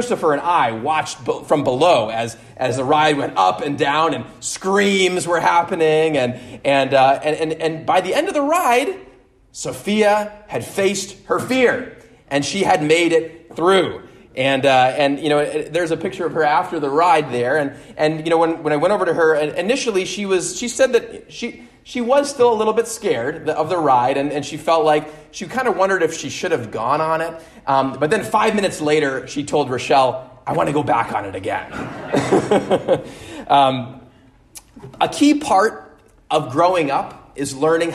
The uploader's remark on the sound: at Immanuel Lutheran Church in Pasadena, CA